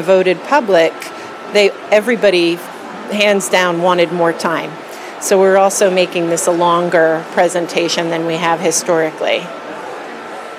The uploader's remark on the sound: Live from Untitled Art Fair - Prospect 4 New Orleans